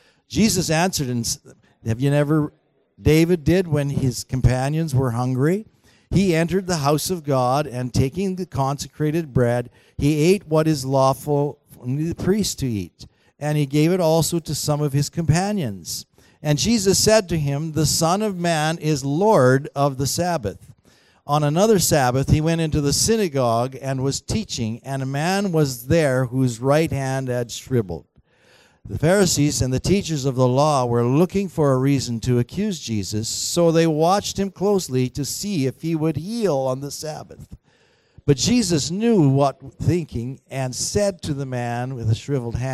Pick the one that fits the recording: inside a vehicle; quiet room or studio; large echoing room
large echoing room